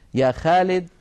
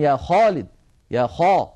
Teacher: فلا بد من تفخيم صوت الخاء عند النطق بها · Shown in: second take · وتفخيمها كما هو معلوم على درجات، كنا قد تحدثنا عنها عند كلامنا على مراتب التفخيم لحروف الاستعلاء.